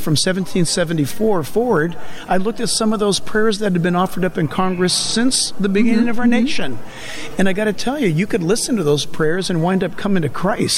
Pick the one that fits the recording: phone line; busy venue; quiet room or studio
busy venue